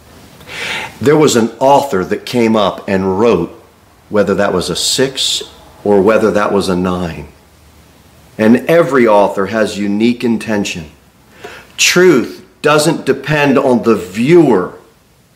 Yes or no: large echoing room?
yes